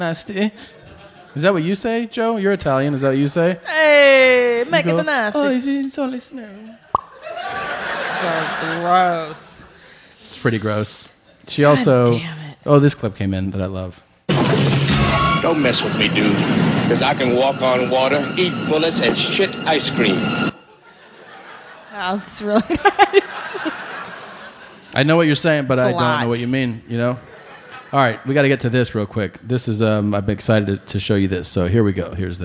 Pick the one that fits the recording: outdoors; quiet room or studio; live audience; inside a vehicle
live audience